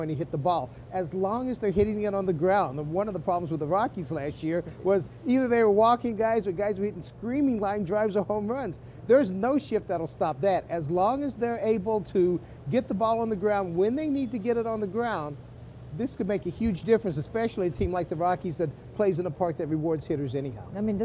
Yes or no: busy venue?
yes